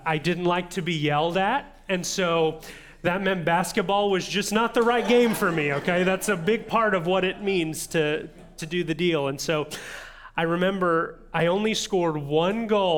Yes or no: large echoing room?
yes